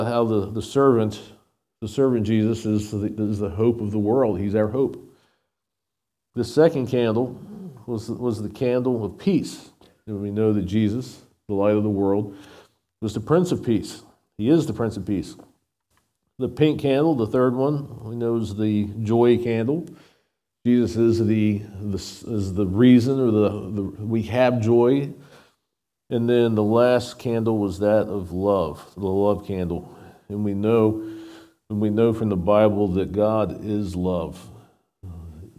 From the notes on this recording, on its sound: SVBC Morning Service. Recorded at Shenandoah Valley Baptist Church on Dec 24, 2023.